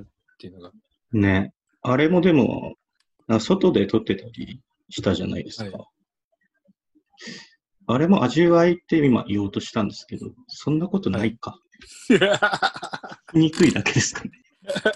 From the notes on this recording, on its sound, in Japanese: ZOOMの録りやすさ。収録地：それぞれの家（ZOOM収録）。